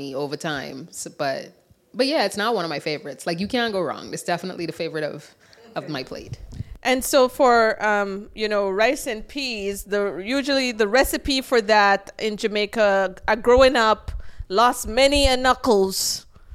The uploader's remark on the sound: Undisciplined Live. We recorded at Art Ventures in Fayetteville.